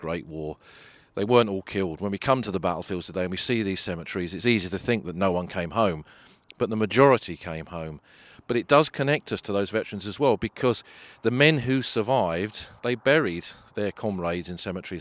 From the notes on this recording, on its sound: Somme Walks: Bois Français. Recorded on the battlefields.